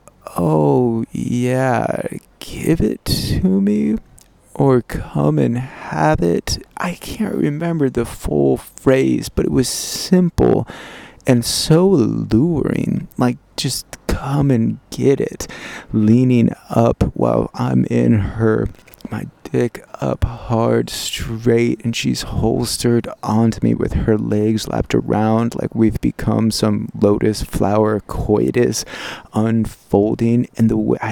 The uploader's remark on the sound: Diary recorded in a secret garden behind Shakespeare’s Globe Theatre.